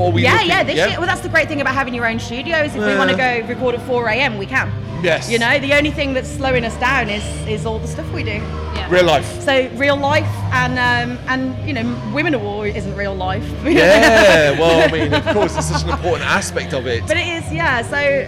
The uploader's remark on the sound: Live From AoniaFest V. Live at the festival.